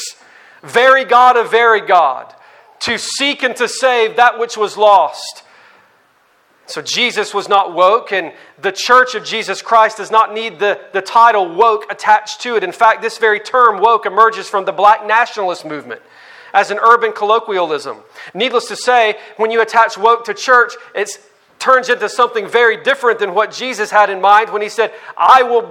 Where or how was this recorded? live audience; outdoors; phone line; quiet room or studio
live audience